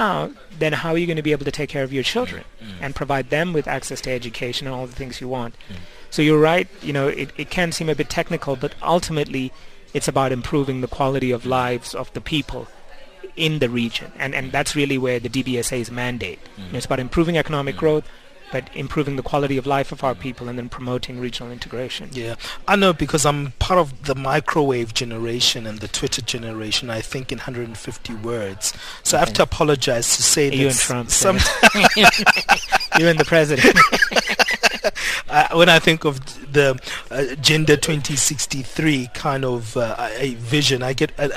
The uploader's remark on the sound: We today in our outside facility here in Sunninghill, west of Johannesburg.